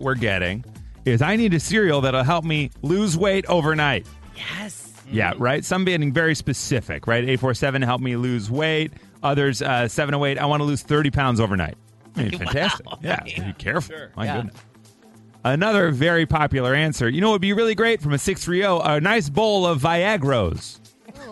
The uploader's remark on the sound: Mixers called